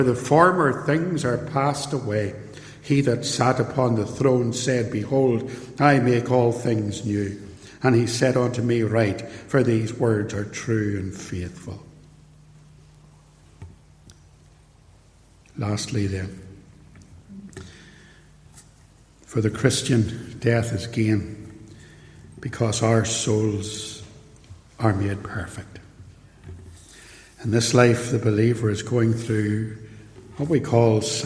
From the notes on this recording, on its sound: This podcast is a LECTURE, given at Templepatrick Reformed Church in January 2022, and reproduced here with the permission of the church.